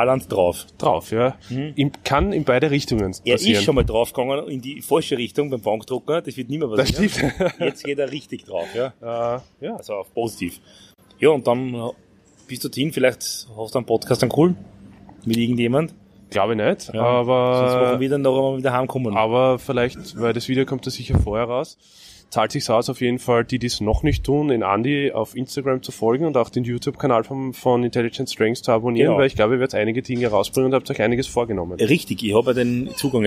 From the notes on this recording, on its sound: At this year's bench Europeans in Luxembourg